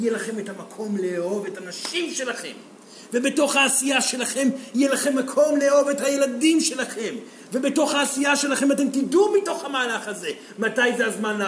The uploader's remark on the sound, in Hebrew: זוהי הקלטת מעגל חי בנוכחות תלמידים, הכוללת הרצאה וכן שאלות ותשובות.